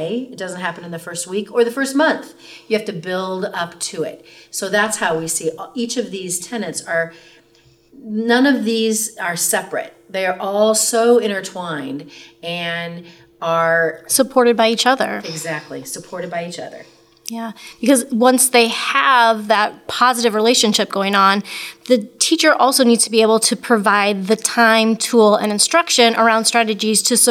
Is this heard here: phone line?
no